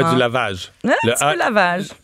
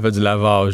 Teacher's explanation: moi qui viens du bas du fleuve, on a moins de diphtongues que Montréal